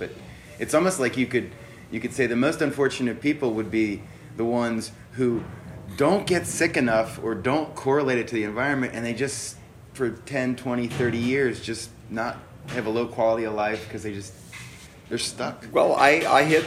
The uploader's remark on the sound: took place at the 2018 IAQA Conference in Chicago, IL